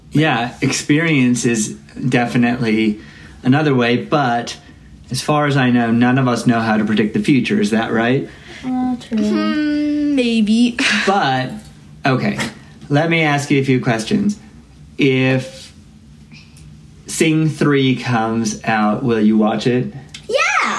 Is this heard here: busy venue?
no